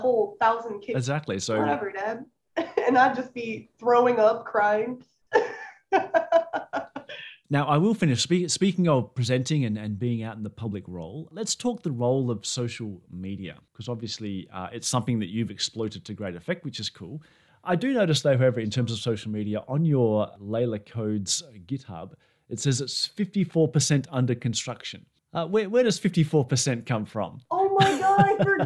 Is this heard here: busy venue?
no